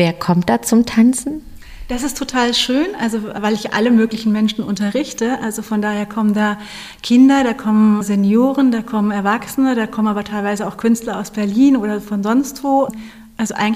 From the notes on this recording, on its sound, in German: auf dem DIS-Tanzen Festival des Dachverbands Tanz Deutschland gesprochen